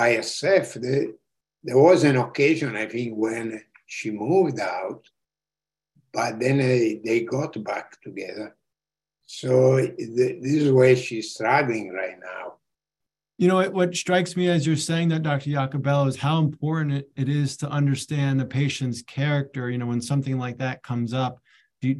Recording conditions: video call